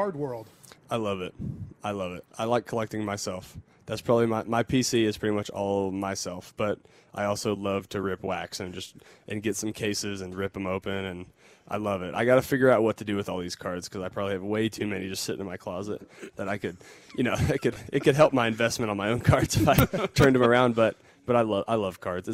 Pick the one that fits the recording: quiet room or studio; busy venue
busy venue